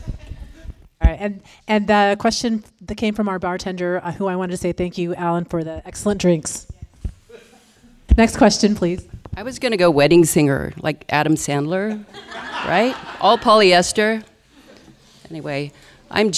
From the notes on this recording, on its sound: A audience member asks panelists for advice on how to dress as the officiant at a NorCal wedding. At the CLARA Auditorium in Midtown Sacramento.